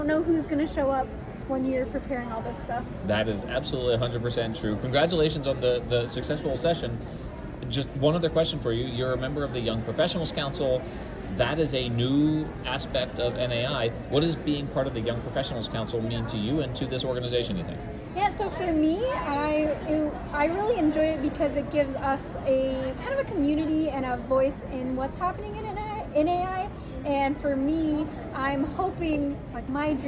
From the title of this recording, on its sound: Live from NAI 2023 in Little Rock, Arkansas!